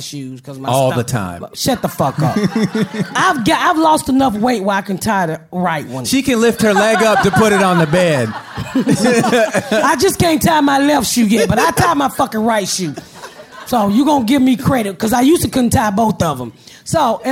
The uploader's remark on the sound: Live at the Just For Laughs Festival. It is the first live recording of the Patdown! Take the stage at the Just for Laughs Festival in Montreal, Canada in front of a live audience.